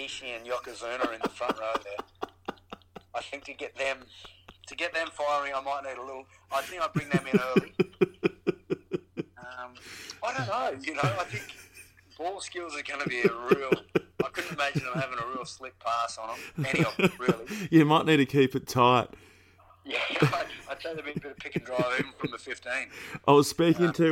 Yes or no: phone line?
yes